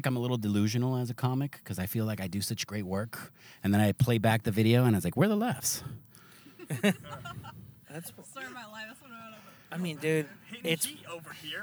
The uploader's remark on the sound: we are in the car